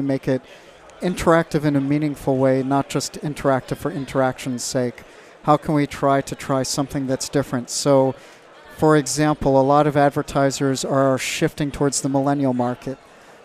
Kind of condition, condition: setting, busy venue